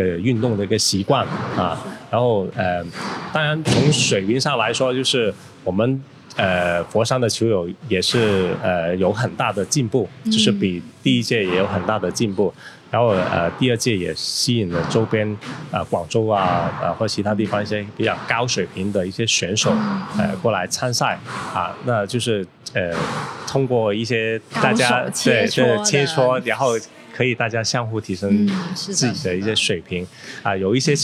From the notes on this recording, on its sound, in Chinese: 位于佛山地区的番茄壁球会。由于本期节目为户外采访，收录时球场环境噪音较大。